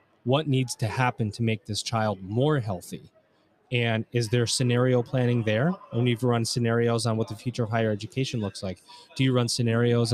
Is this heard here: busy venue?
yes